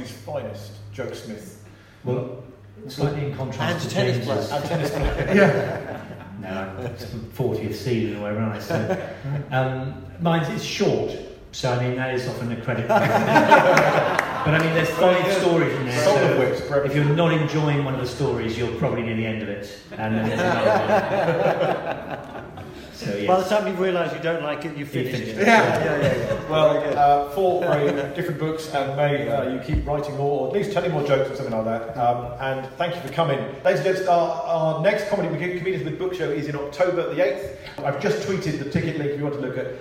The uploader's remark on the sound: Here's live show #2 for your ears - or at least the book panel second half, recorded live at The Guildhall at Guildford Fringe Festival. CWB is an occasional hybrid comedy-night-meets-book-festival.